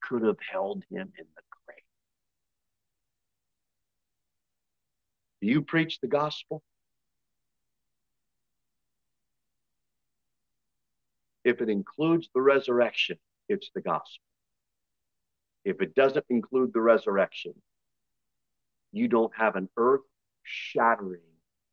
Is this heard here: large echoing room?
yes